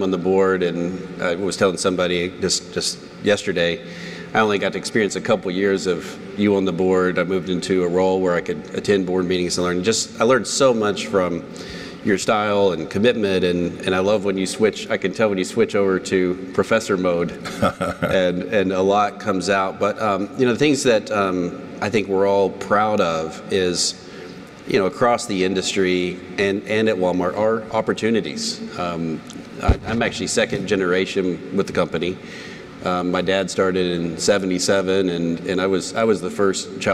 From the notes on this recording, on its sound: This first episode was filmed in front of an in-person audience at the National Retail Federation’s NRF 2023 conference – known as “Retail’s Big Show.”